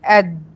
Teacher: طرف لساني خبط في اصول الثنايا العليا اداني مخرج الدال